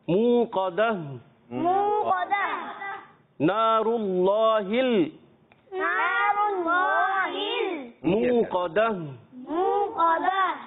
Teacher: منہ قدا میں ہم حرف مدہ کو ایک الف کھینچیں گے منہ، اور قاف کو ہم پر کریں گے حرف مستعلیہ میں سے ہے، اور آخر میں گولتا کو پھر ساکن کر دیں گے ہا سے بدل دیں گے